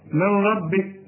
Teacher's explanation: لغنى النون خالص، دخلت في الراء لكن ما غنناش الراء · Term: إدغام كامل بدون غنة